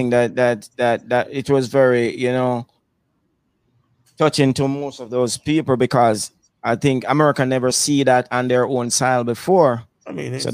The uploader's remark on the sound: Live at the barbershop